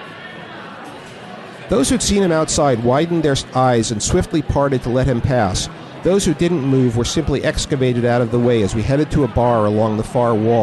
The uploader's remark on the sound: Recorded live at Hi-Fi Bar in New York, NY.